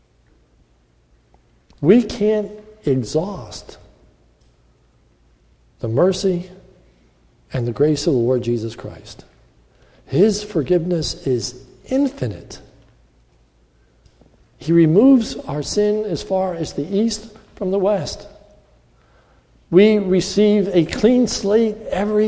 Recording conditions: large echoing room